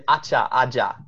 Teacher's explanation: we start off with the affricates, ch and j